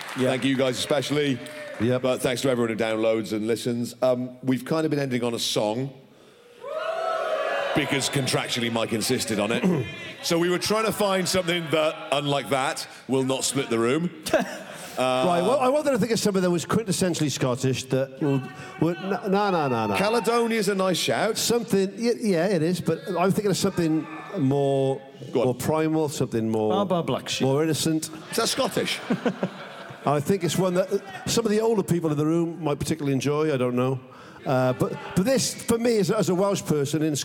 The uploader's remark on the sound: This week’s episode was recorded at The EICC in Edinburgh on Saturday 23rd October.